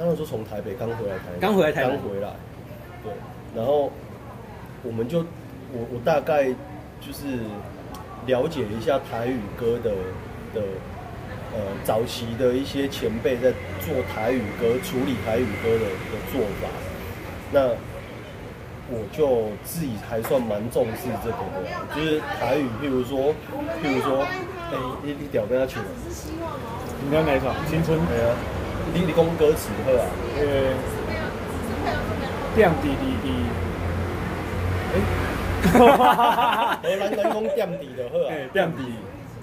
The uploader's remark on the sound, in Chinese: 錄音地點：台南 牽咖啡 Chen Coffee